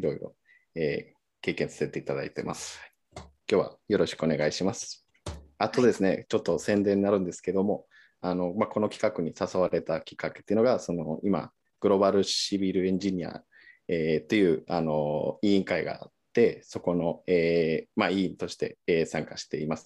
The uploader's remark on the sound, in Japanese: 収録場所： オンライン (Zoom)